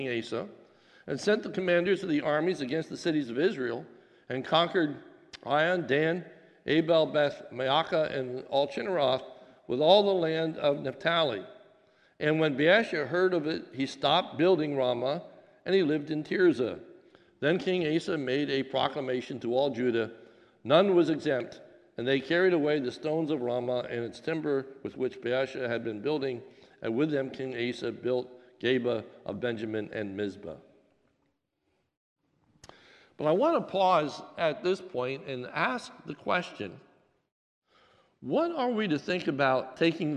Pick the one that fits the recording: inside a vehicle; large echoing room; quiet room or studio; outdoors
large echoing room